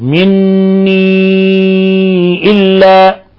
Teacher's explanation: فإنه مني، أيضا لفظ مني تكرر تقدم، نون مشددة حرف غنة مشدد، وجاء بعد النون السائل بعد حرف الغنة المشدد ألف مقصورة، وجاء بعدها همزة، فالحكم التجويدي مد منفصل مني إلا، مد منفصل يمد من 4 إلى 5 حركات